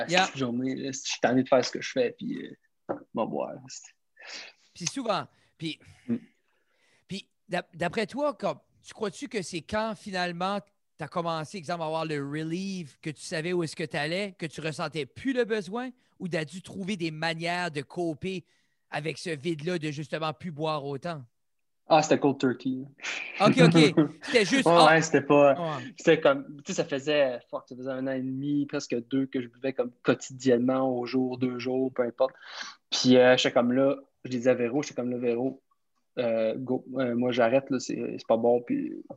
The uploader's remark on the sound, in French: Un papa Brayon qui habite dans la belle province nous jase sur Zoom.